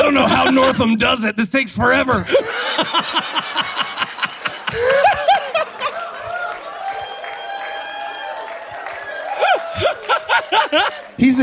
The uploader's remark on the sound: Live from Virginia Beach